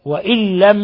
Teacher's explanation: نون ساكنة جاء بعدها اللام، الحكم التجويدي إضغام بغير غنة. وإن لم، لأن الإضغام بغير غنة له حرفان اللام والراء.